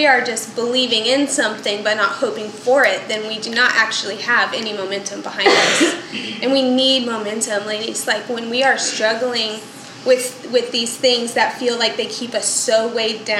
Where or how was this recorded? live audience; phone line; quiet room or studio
live audience